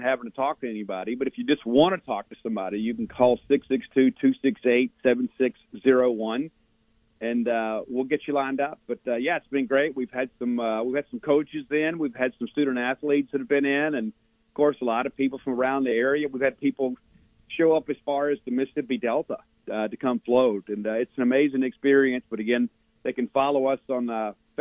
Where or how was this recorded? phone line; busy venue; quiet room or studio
phone line